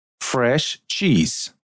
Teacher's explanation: Try to pronounce those two words as one, and you will get sound shu in the middle.